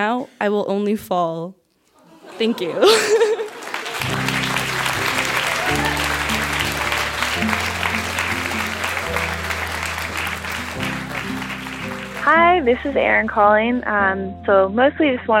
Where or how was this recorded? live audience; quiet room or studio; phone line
live audience